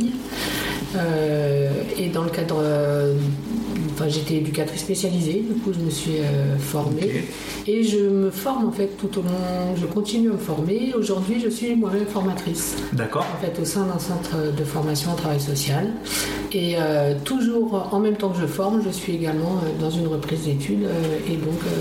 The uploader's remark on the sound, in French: Le bruit en fond est le souffle d'une chaufferie. Je réfléchis encore à la manière d'améliorer les conditions d'enregistrement.